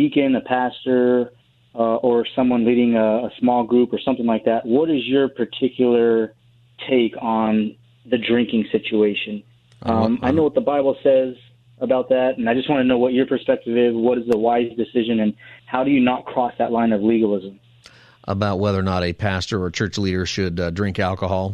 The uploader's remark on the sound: take your calls for Open Phone Friday